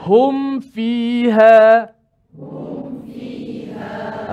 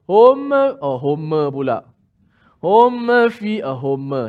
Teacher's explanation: Dengan cara merapatkan bibir mim ketika mati. · Shown in: first take · Term: izhar syafawi